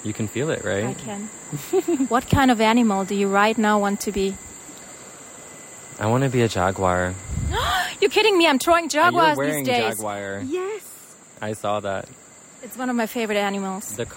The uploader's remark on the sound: live at a river bank, Guatemala